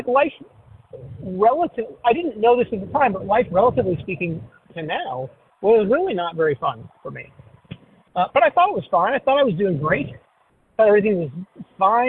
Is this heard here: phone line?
yes